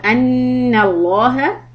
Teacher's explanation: noon shad, hold it two harakat.